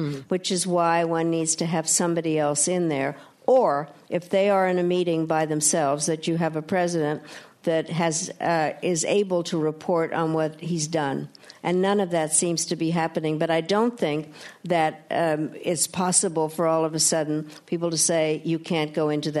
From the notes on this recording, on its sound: Inside the Q&A session of RJ Julia's recent live event. At the Yale School of Management.